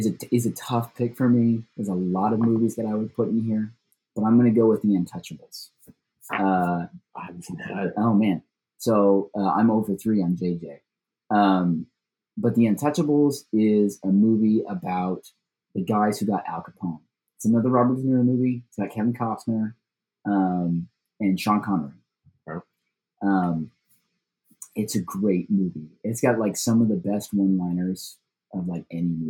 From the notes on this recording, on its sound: Get to record in person! Despite some lackluster audio quality.